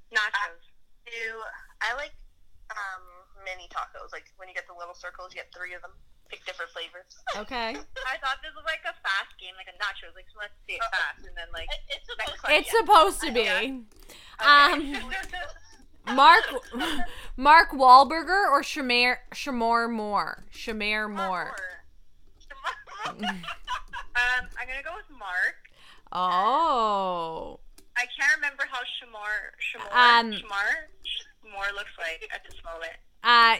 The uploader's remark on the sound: on the phone with us